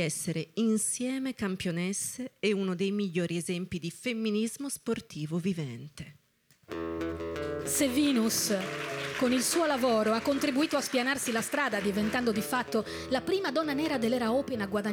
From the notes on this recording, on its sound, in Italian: raccontata live dal palco dell’Alcazar di Roma